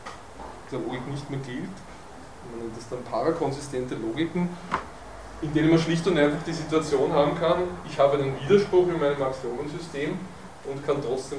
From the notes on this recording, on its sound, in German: Diese Vorlesung wurde von Studierenden aufgenommen